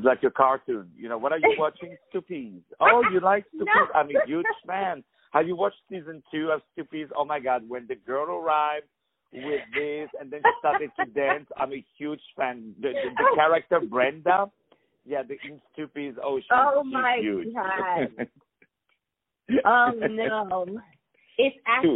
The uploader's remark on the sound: On the phone